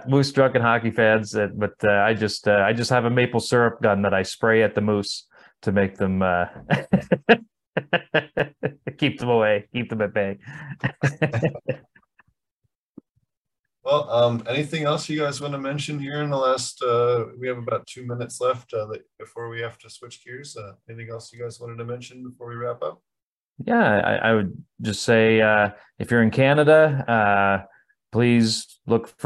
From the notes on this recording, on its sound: 3rd Annual Virtual Aquaponic Cannabis Conference. Featuring speakers from around the world.